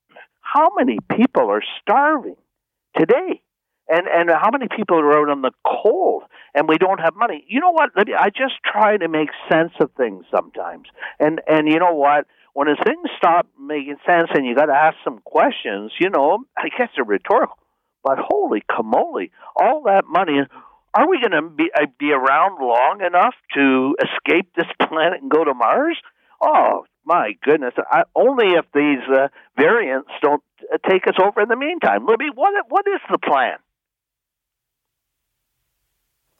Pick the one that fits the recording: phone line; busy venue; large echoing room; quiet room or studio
phone line